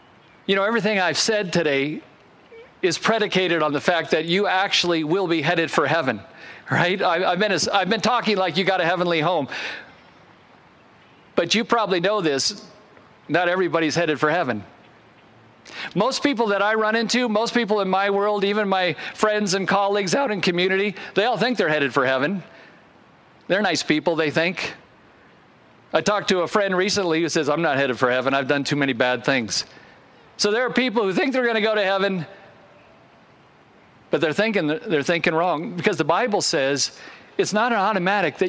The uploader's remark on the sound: Originally recorded outside on Sunday, August 22, 2021.